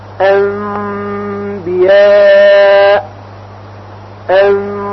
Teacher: البته باید صفت غنه هم رعایت بشه، انبیاء، انبیاء. پس در واقع صدای میم با غنه زیادتری از خیشوم خارج میشه. در حقیقت صدای میم در خیشوم مخفی میشه، انبیاء، یعنی نمیگوییم انبیاء، میم خالص نیست، انبیاء. · Term: اقلاب